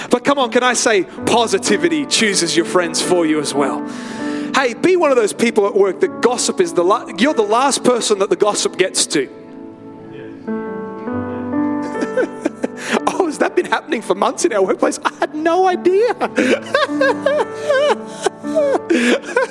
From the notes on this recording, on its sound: live at Freshwater Church